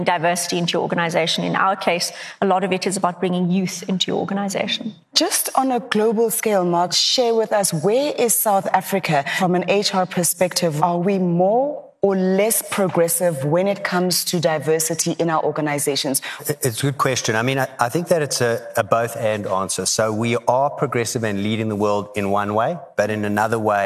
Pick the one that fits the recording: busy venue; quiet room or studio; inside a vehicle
busy venue